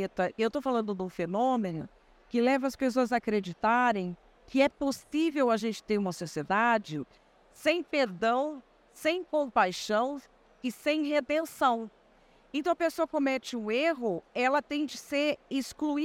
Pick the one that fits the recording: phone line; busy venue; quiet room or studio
busy venue